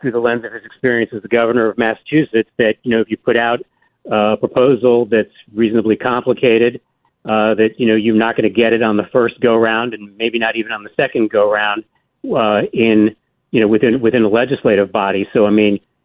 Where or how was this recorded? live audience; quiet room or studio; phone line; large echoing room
phone line